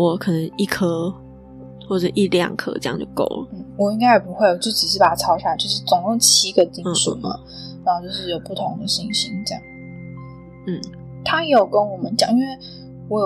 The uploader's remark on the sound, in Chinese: 這是我的聲音有點悶悶的是因為錄音時有施工的聲音，在後製的過程中為了把施工聲去掉就變成這樣了。